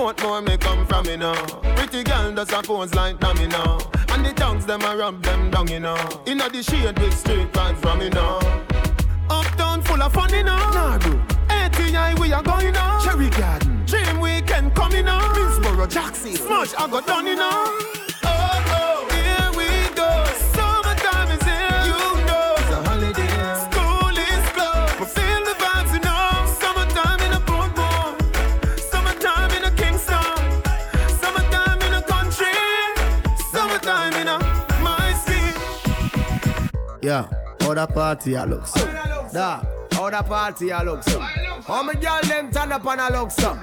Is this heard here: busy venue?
yes